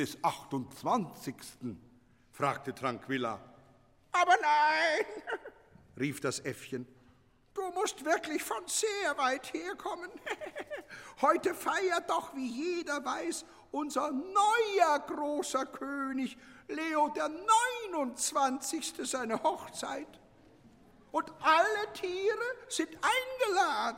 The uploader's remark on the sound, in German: Familienkonzert. Live gespielt vom ….